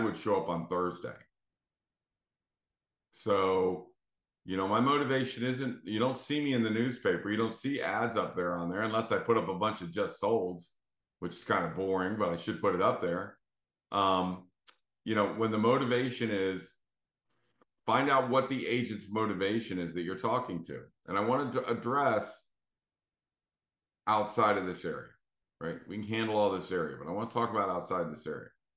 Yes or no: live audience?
no